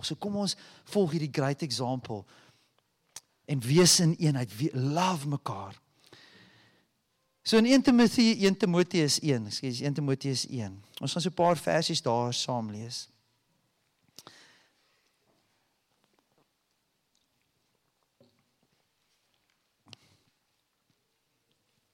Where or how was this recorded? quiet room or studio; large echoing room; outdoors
large echoing room